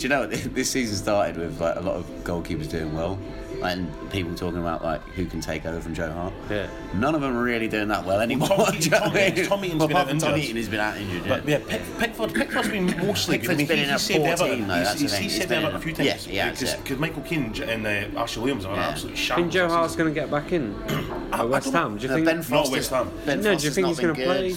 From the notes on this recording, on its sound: We have to move pubs half way through recording... Mainly due to the pub closing for a function but also due to the noise around us. We had to edit out a whole section due to one man eating a packet of crisps!